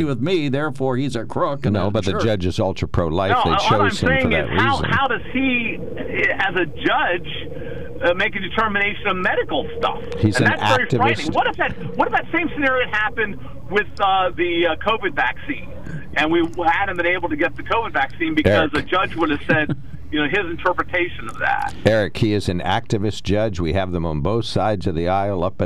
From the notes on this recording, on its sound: During open phones